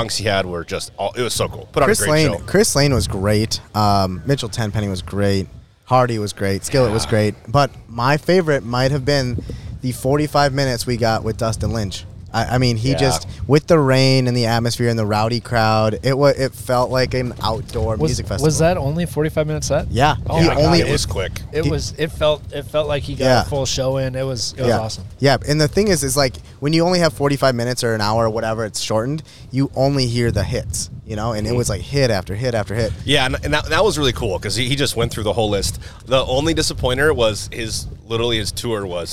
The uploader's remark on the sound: Live from a WINDY Ernies on Gull. Live from a WINDY Ernies on Gull. The Listen Local guys ventured over to Ernies.